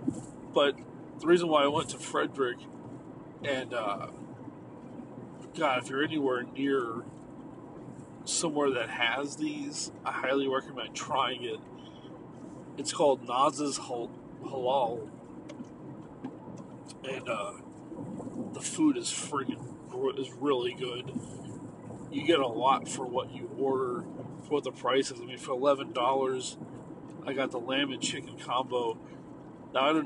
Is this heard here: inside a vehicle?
yes